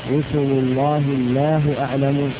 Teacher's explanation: فإن الأولى فخمت لتقدم الضمة عليها، الثانية رققت لتقدم الكسرة عليها